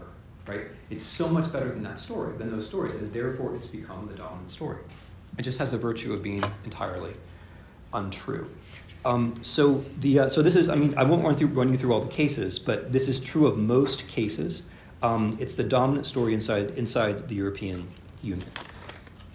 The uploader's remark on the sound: This is a lecture I delivered yesterday (6 April 2023) at Princeton University, in a series devoted to the European Union, and in the presence of colleagues who study Europe as social scientists and historians (and I was impressed by how many turned up!).